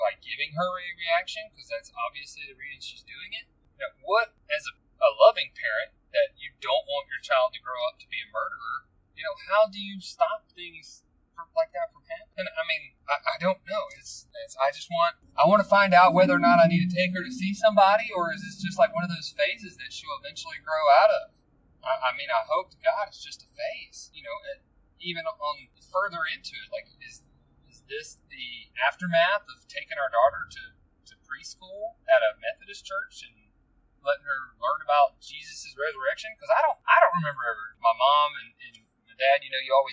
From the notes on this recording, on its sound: Sorry about the background noise on this one. It was recorded on my bluetooth and although I would rather record at home I haven't had the opportunity to do so in far too long.